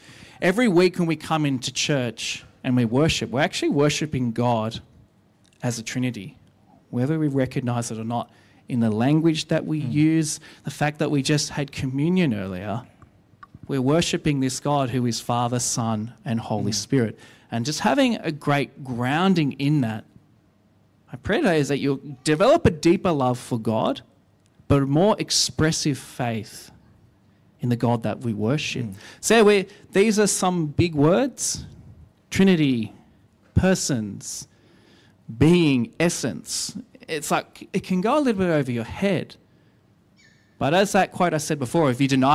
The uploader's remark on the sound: recorded live at our 10am Sunday Service